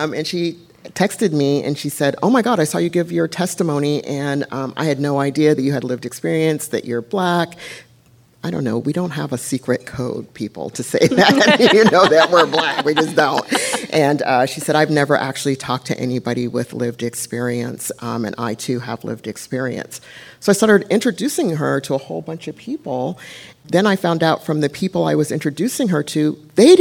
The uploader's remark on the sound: This was recorded live during the Stopping the Stigma Summit to address mental health for children, youth and families.